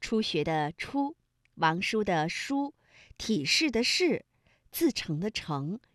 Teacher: 就是由舌尖向上翘起和硬腭的前部相接触，气流受到阻碍形成的一种辅音。舌尖向上翘起，然后呢和我们的硬腭前部气流受到了阻碍，就构成了辅音。那我们说到的像 · Term: 翘舌音